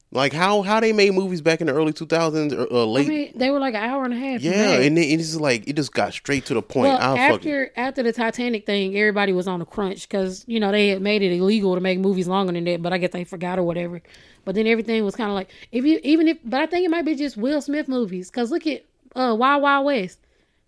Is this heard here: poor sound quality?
no